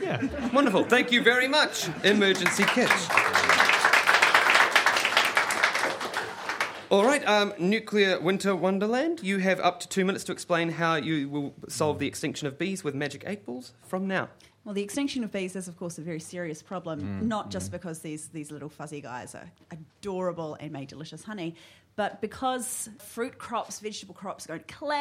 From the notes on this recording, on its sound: took the Nerd Degree gang to the 2015 NZ Skeptics conference